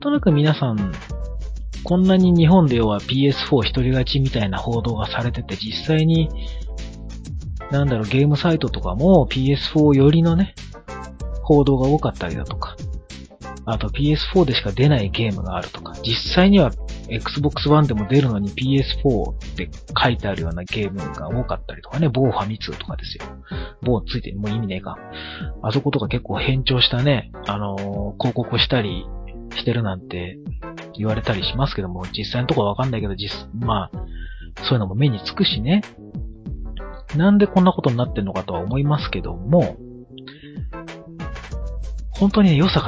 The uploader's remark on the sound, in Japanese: 録音ソフトの調子がイマイチだ